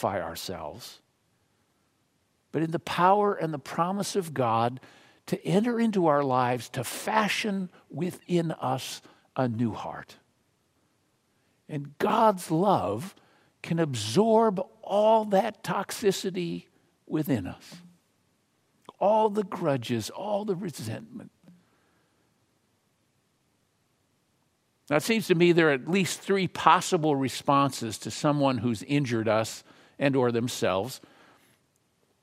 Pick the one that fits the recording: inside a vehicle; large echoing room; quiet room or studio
large echoing room